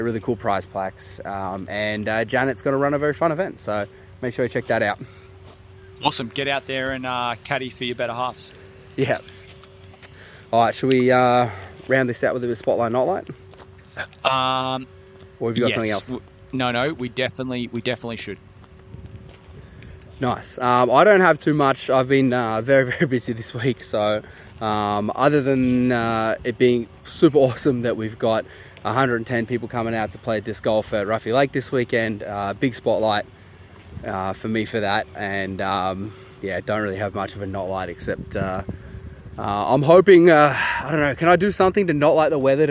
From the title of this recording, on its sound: live from Ruffey Rumble